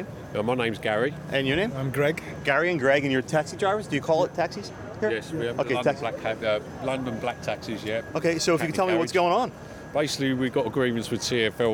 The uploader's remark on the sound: We walk the streets of London, England, searching for, then finding, people, conversations, and sounds.